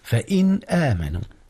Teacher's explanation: أظهر نون إن قبل الهمزة فإن آمنوا، والهمزة طبعا من حروف الإظهار إذ هي حرف حلق.